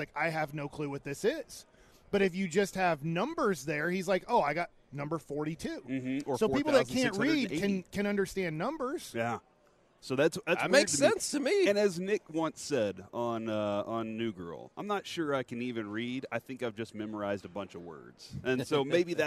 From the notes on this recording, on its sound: LIVE from Radio Row in Las Vegas!